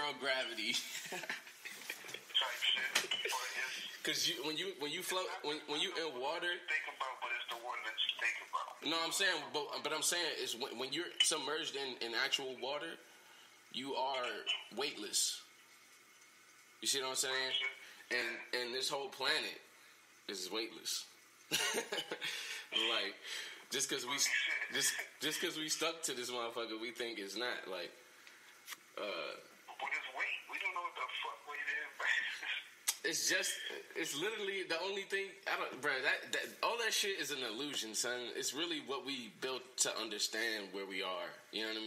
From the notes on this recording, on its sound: An elevated conversation over the phone